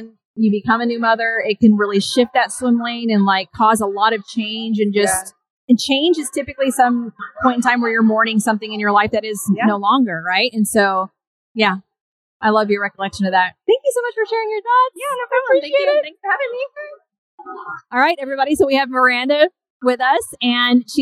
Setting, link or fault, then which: setting, busy venue